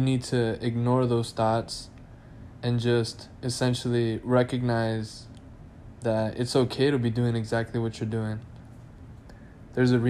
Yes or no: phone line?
no